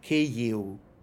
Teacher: instead of devoicing it, they vocalize it. And so V becomes a short U. So Ukrainians say Kyiv.